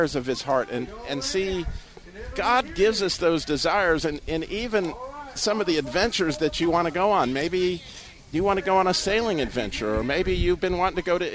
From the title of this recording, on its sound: Live From The Sweetwater Car Show In Atlanta Ga.